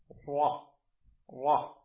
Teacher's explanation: الراء أيضا من طرف اللسان مع شيء من ظهره، مع ما يحاذيه من لثة الأسنان ماذا العليا ويخرج منه حرف ماذا الراء، فتقول مثلا را را. · Term: حرف الراء